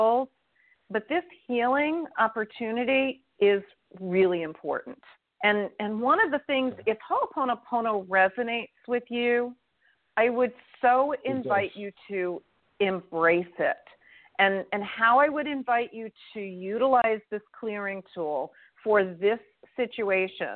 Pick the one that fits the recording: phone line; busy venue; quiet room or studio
phone line